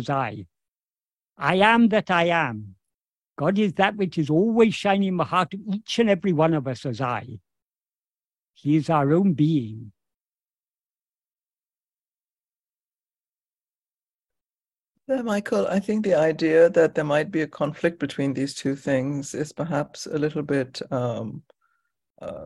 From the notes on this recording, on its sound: In a Zoom meeting with the Ramana Maharshi Foundation UK on 29th April 2023